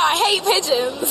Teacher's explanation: I mean, that's how people say it, because the word connects, hate, the t and the p connect together, so you end up with hate pigeons